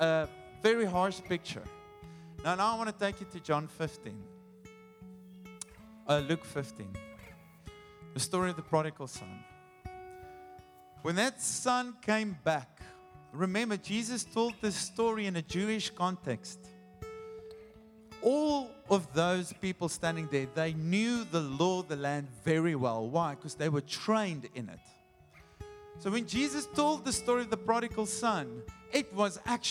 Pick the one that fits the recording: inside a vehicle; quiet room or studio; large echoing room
large echoing room